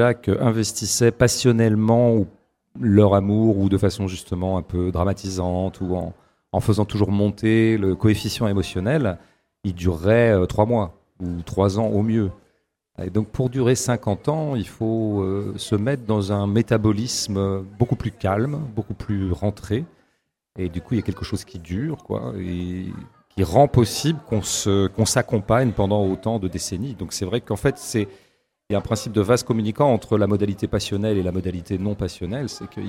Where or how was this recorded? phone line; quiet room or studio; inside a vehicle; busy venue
busy venue